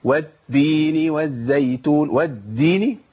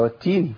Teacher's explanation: لابد من الهمس، لابد من جريان النفس في التاء الاولى من المشدد · Shown in: second take · والتي والثانيه برضو والمتحركه بكسر.